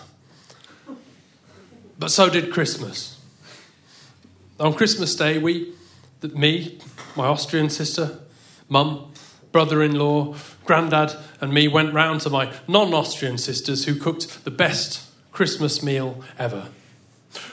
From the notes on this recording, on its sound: Our Tragic Christmas live event which took place at the Dogstar in Brixton on the 12th December. This event was a fundraiser for the brilliant Arts Emergency.